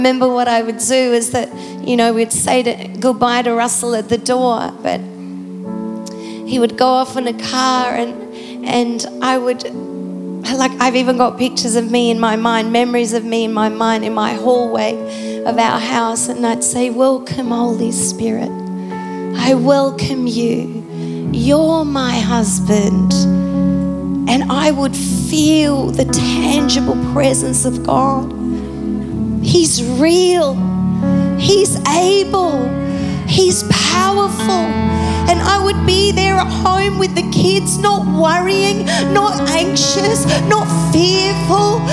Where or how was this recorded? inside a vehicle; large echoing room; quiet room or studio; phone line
large echoing room